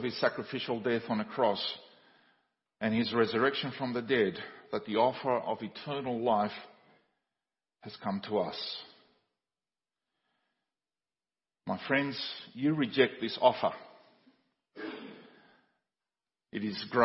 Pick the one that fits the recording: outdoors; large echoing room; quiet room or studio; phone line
large echoing room